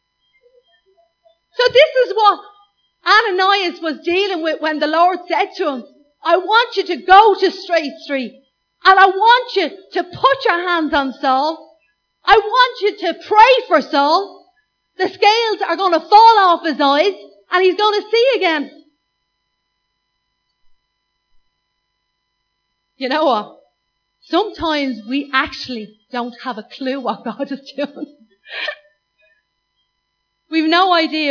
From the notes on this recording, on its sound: Recorded live at Liberty Church on 24th Feb 2019